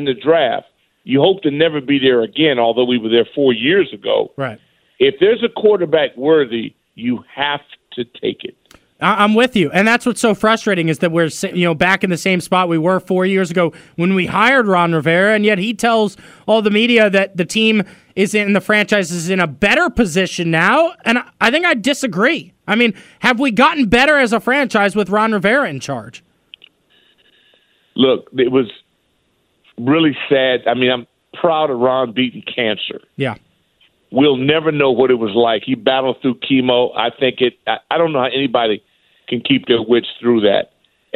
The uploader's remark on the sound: taking some calls